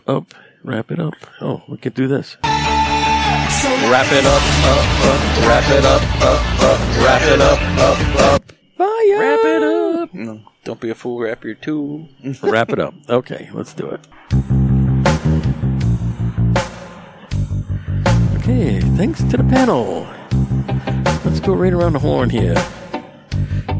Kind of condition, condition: setting, outdoors